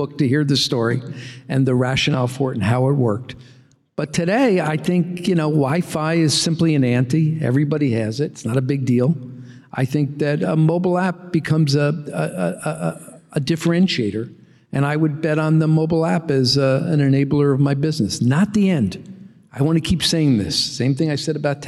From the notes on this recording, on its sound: At a live Motley Fool member event in New York